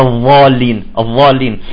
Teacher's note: غالبا الخليج العربي وأهل البدو يلفظون الضاد ضاء